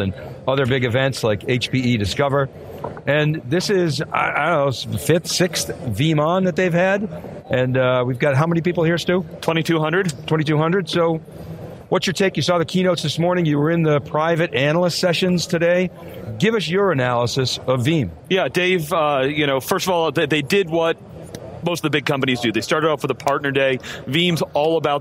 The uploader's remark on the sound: Live from VeeamOn 2018 with a discussion on the day one keynote in Chicago, IL.